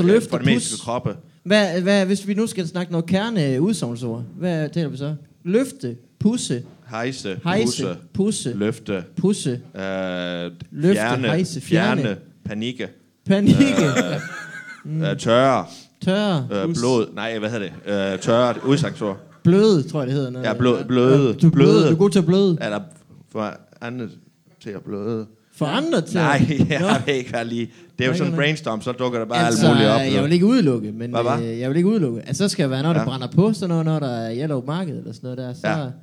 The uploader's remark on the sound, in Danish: LIVE fra Mojos Blues Bar